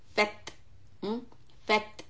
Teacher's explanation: ta has a sukoon, so we are going to do hams